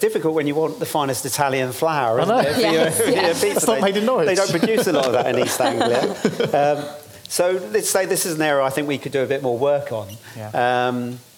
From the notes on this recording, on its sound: Today we are bringing you a panel discussion from the Vevolution Plant-Based Business Bootcamp on ethics in business.